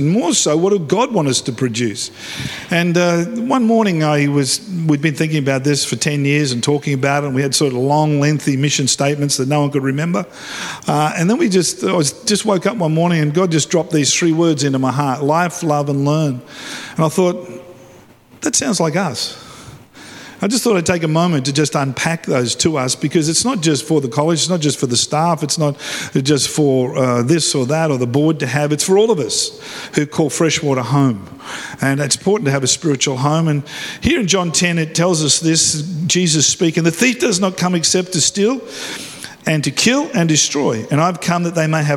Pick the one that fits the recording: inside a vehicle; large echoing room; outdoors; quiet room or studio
large echoing room